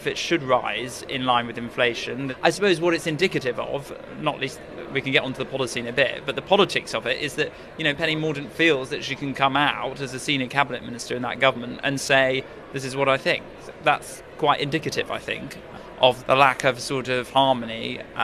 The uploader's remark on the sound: Is at the party’s conference in Birmingham.